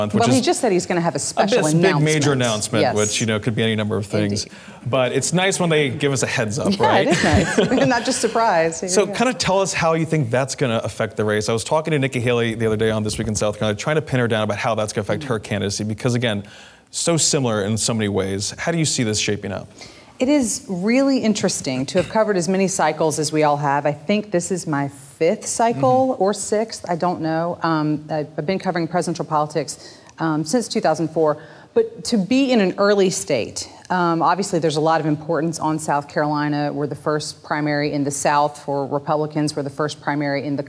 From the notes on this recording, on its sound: Recorded in front of a live audience at South Carolina Public Radio's 50th Anniversary Open House event in Columbia, SC.